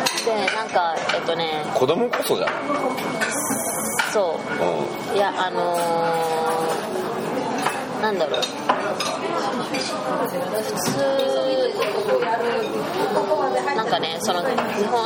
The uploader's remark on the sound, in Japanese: レストランで収録したためちょっと聞きづらいですが